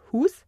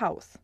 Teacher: das Wort Hus, da wird das U zu Au, nämlich zu Haus · Term: Diphthongierung